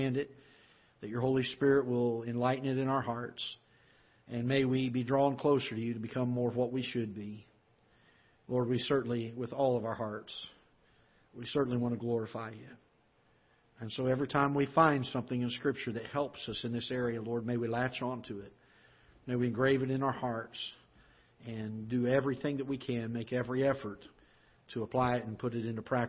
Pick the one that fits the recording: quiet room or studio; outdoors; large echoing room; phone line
large echoing room